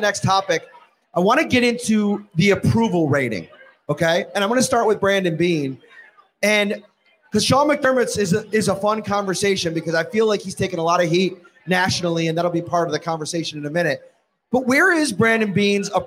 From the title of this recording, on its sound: Live from Wingnutz